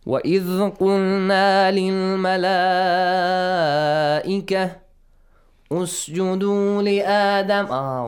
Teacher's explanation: So that's a verb, and here we have to put a dhamma on the top of Hamzatul Wasl and read it